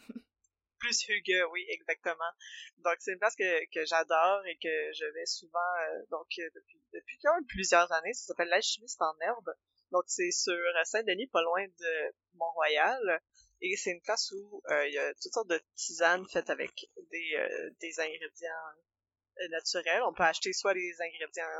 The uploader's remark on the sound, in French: La qualité sonore de cet épisode n'est pas optimale, on tient à s'en excuser